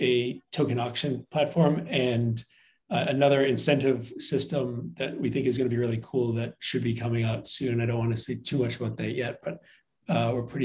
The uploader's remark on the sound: has joined a zoom meeting